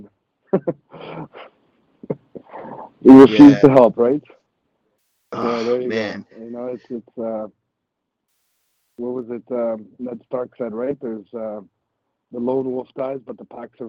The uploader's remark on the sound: FAN CALL-IN SHOW